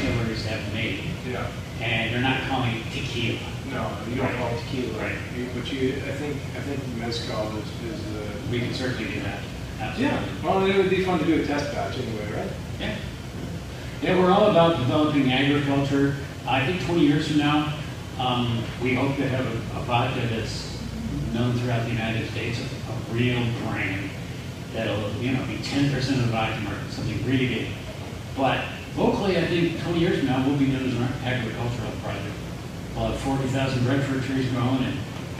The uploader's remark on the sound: Apologies for the poor audio quality -- we thought our earpiece mics were picking it up, but they were not